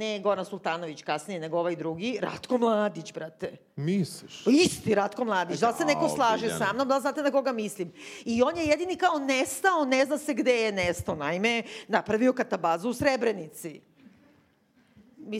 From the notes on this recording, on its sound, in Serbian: koju smo snimali lajv pred našom divnom publikom u okviru Hartefaktovog festivala